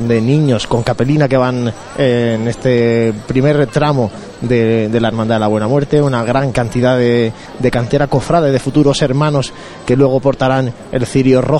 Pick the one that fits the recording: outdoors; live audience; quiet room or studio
outdoors